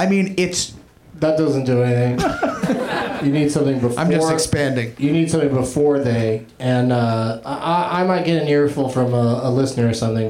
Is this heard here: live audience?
yes